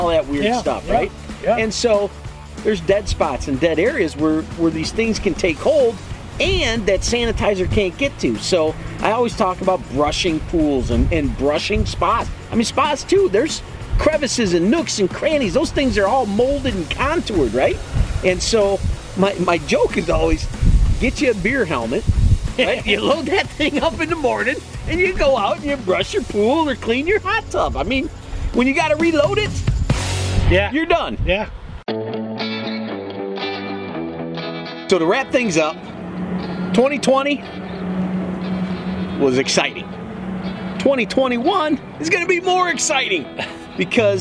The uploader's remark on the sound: Chats lakeside.